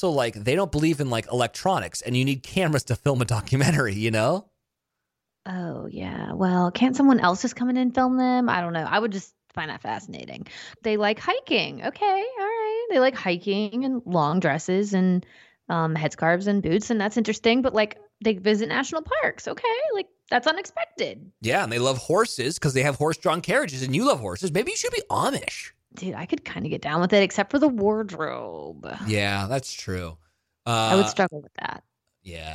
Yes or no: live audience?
no